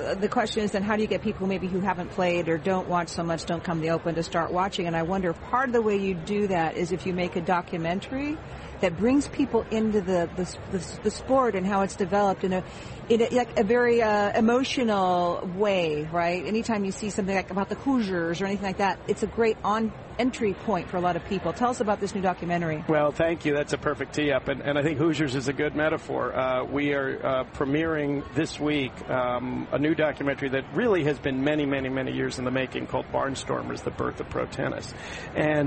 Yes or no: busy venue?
yes